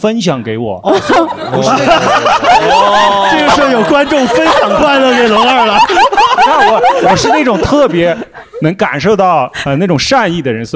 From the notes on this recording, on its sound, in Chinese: 有观众自己背着酒壶来参加录制。这期台下坐了好多我的酒友喔。边喝边录。